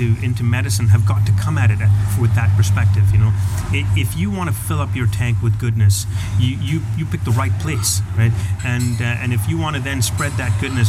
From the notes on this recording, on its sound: 40 degrees celsius, sitting outside. In an awesome coffee-bar in Scheveningen (The Hague).